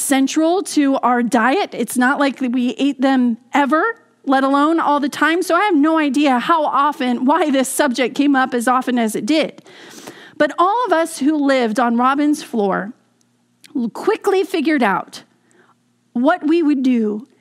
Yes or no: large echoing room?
yes